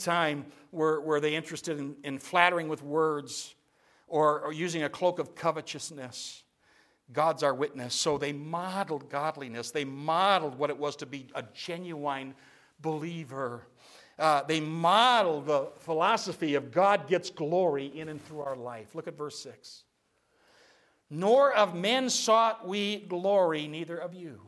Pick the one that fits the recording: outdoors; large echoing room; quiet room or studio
large echoing room